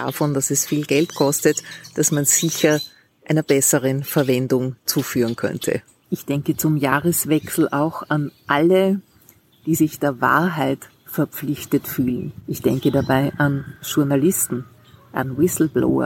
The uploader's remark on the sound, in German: Zum Jahreswechsel erreicht dich diese Podcastfolge, die ich diesmal auf Reisen aufgenommen habe (mit "tropischen" Hintergrundgeräuschen).